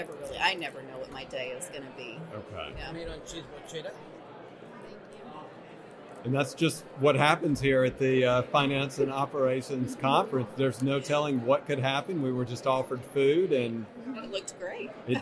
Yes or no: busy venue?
yes